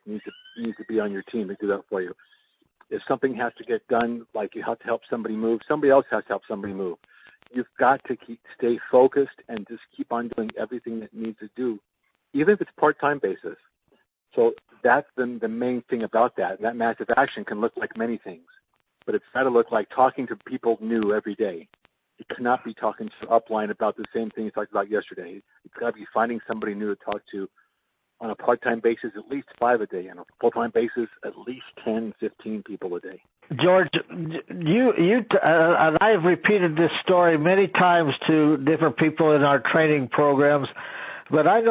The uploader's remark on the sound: an archive of weekly conference calls